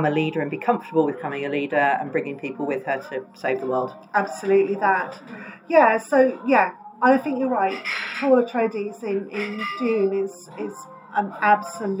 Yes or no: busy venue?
yes